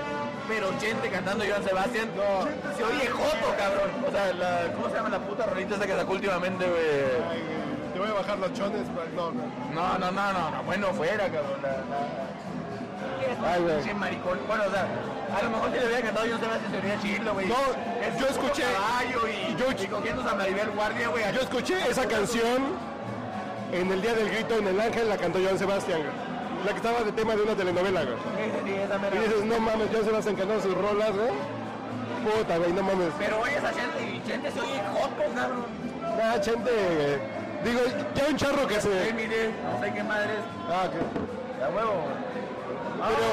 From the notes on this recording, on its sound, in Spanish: Desde el Tenampa. Desde el corazón de Garibaldi grabamos este podcast.